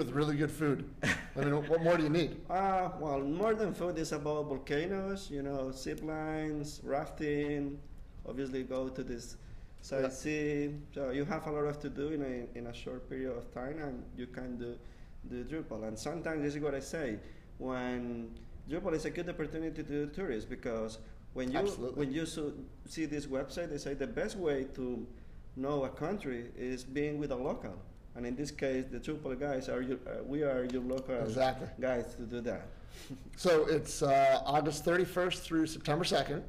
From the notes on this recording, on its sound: Live from GovCon 2016. Live from Drupal GovCon 2016!